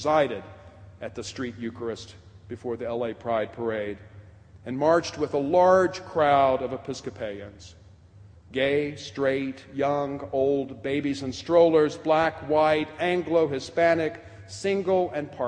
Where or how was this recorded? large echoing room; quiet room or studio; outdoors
large echoing room